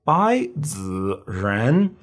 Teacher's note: when we have two third tones in the row, the first one uh, turns into a second tone.